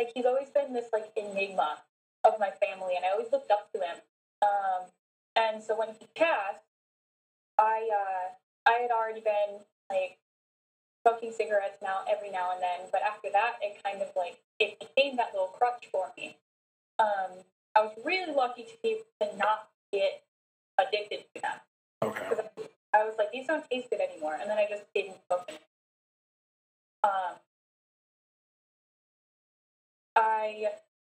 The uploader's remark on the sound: Sorry still working on audio quality.